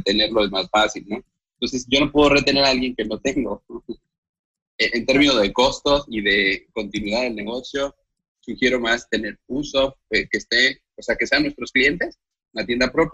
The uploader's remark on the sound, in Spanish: la calidad del audio no será la misma a la que estamos acostumbrados